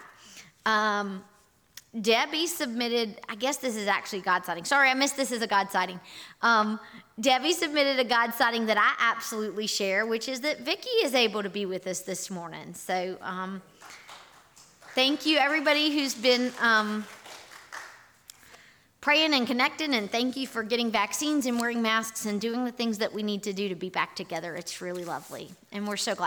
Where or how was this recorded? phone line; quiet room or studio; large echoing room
large echoing room